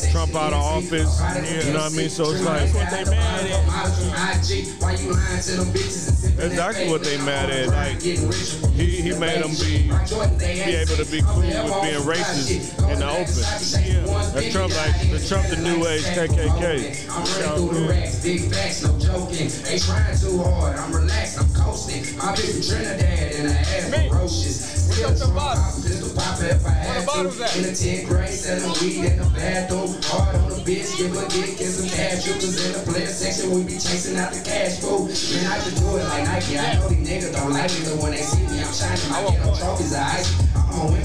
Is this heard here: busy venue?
yes